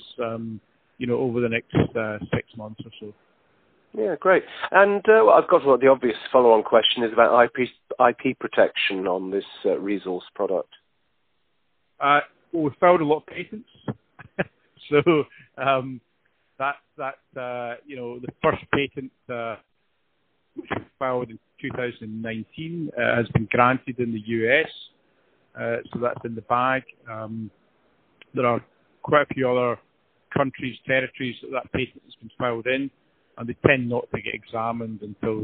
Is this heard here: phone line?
yes